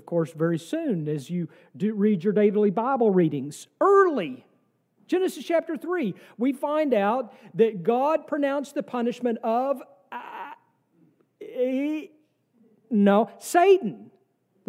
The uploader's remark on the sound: from our service on December 31, 2023